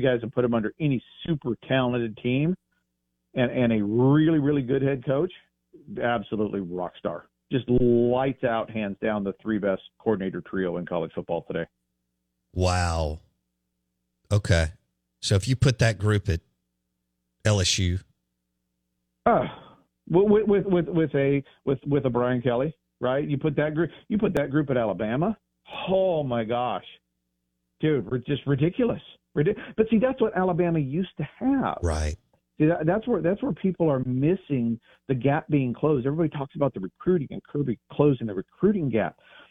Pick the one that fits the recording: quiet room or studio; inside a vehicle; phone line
phone line